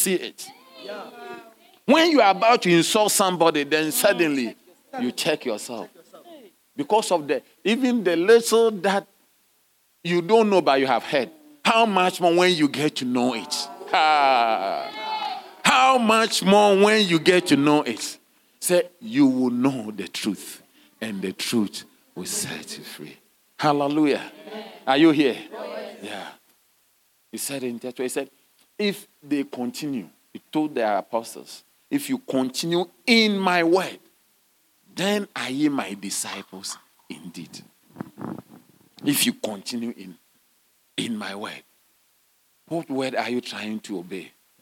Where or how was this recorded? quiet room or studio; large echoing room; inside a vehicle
large echoing room